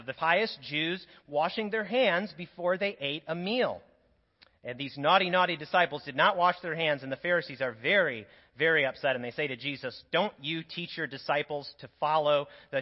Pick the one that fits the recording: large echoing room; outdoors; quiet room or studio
large echoing room